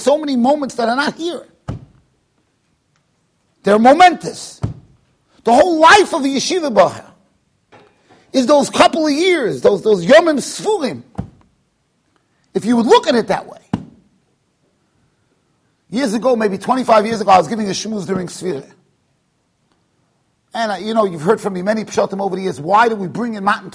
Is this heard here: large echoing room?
yes